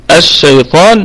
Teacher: اللام لام شمسية مدغمة تدغم في حرف الشين